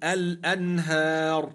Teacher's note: الراء ساكنة لأجل الوقف وقبلها ألف مادية تفخم